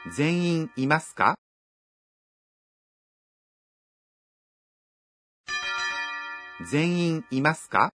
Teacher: Recuerden que se pronuncia en tono ascendente.